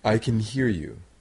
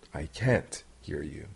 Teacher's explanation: you can hear the T sound at the end of can't when it is negative. · Shown in: second take · It is such a little sound and a subtle sound that it can be hard to hear.